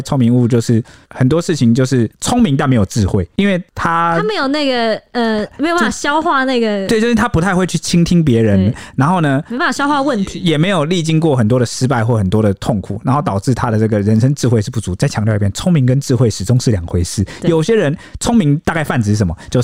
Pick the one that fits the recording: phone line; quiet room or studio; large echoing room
quiet room or studio